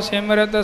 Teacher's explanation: ਸਿਮਰਤ ਪੋਲਾ ਪਾਠ ਹੋਵੇਗਾ, ਸਿਮਰਤ ਕੱਸ ਕੇ ਨਹੀਂ ਹੋਵੇਗਾ